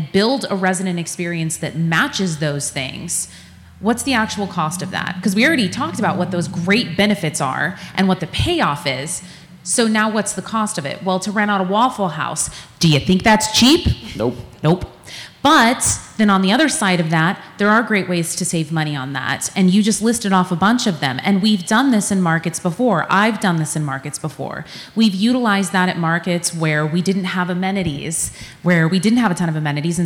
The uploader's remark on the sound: In front of a live audience at the SHI Regional Summit in Cincinnati.